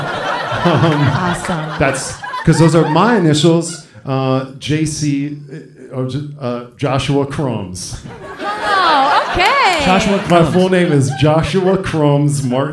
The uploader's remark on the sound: Live from Dynasty Typewriter, Los Angeles